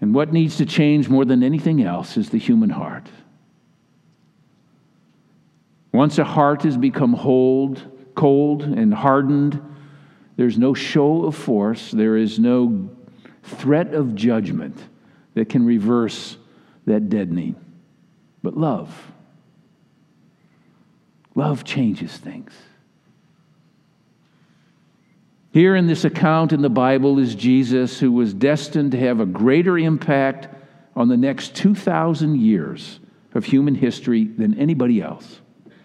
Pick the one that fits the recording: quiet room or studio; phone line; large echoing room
large echoing room